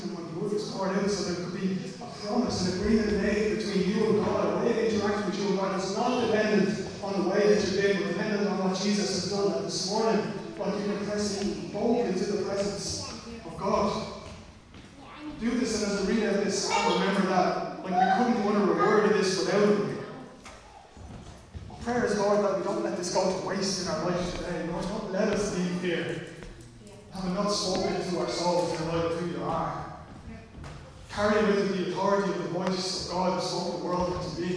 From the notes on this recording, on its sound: Recorded live at Liberty Church.